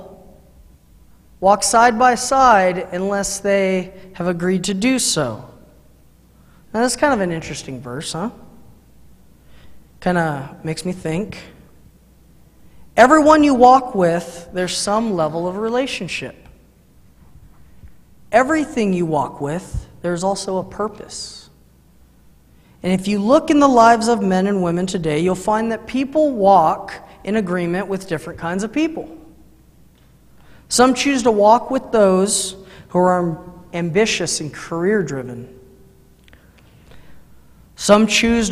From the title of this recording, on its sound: Mt. Zion Church Live!